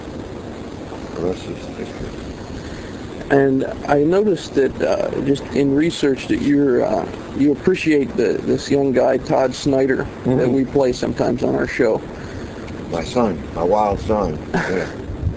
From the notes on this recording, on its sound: This interview was recorded back in 2006 for an early incarnation of this talk show. A small digital recorder was used right on the ocean in Key West, Florida.